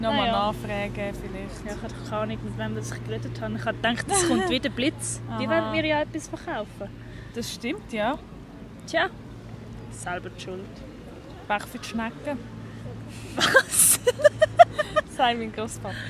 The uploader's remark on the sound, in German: Live usem Stadtpark